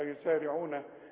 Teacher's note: الراء مكسوره تكون اكثر رقه